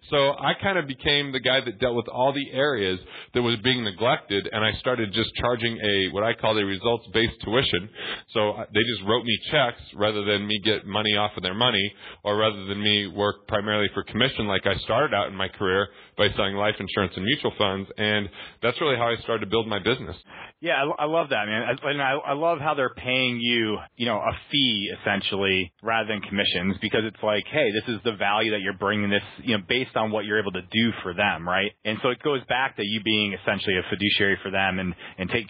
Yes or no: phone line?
yes